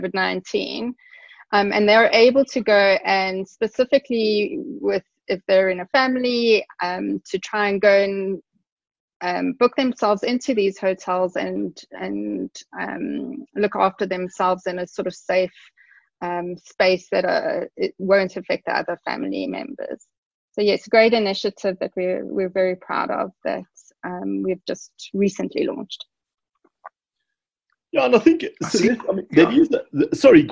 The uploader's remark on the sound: Via a Zoom call.